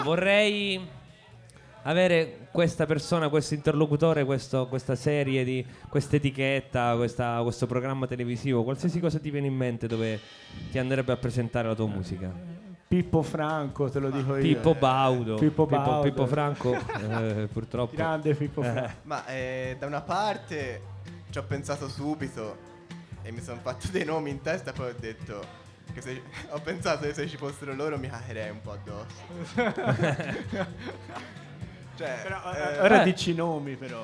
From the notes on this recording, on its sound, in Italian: Registrato dal vivo